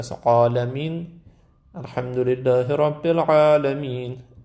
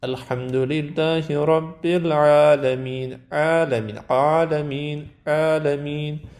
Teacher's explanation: عین استفال داره، غلیظ ادا نکنیم · Shown in: second take